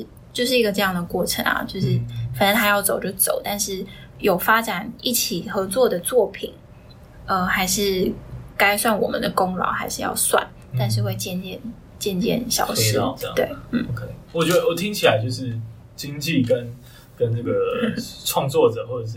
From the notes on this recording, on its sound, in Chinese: 但沒想到台中沒有適當的錄音室，臨時找到樂團練團室店家的設備卻出問題，所以最後只好用iPhone錄音，可能還會聽到鼓聲，所以本集內容聲音的品質比較傷耳請見諒。